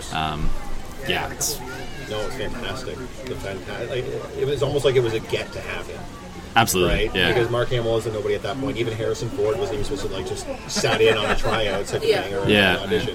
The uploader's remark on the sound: Live at Star Wars Day 2019. Records live under the heat of twin suns!